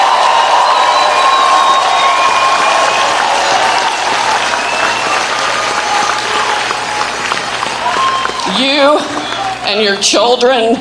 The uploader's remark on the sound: in Georgia today for "STOP THE STEAL" Rally LIVE